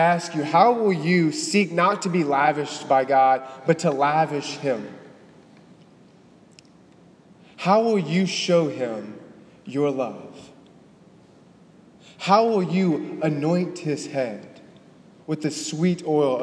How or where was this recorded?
large echoing room